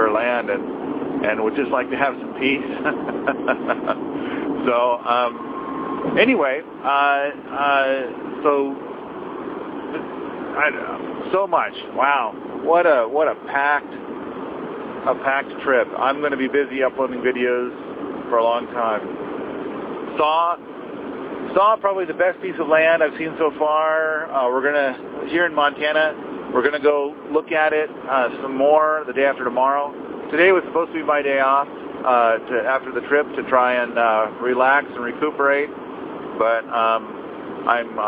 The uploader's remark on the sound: in the car by himself